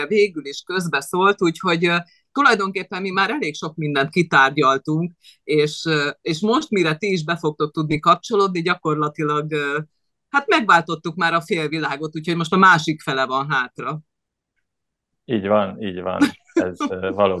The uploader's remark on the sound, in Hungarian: Hogy miért zoom-on beszélgettünk? Portugáliában (!) él, a tengerparton.